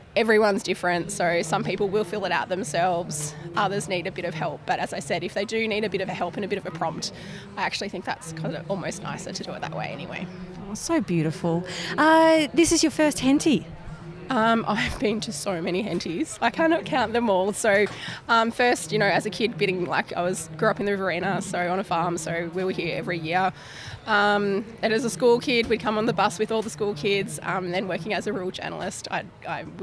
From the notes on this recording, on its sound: This special A Friend of Mine episode is a live roving interview from the 2023 Henty Field Days.. I get out amongst the 3500 businesses across 1200 sites and 14km of shopfront on 105ha - the biggest exhibition space in the country. At times you will hear the sounds of our surroundings whether it's some of the 60,000 people in attendance, nature, machinery or a PA system.